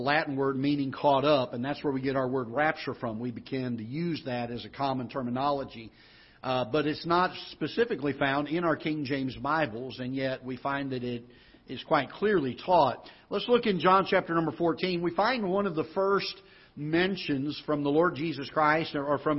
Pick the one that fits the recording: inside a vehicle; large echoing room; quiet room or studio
large echoing room